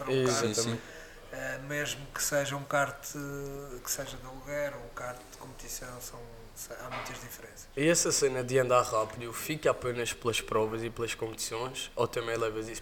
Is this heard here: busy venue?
yes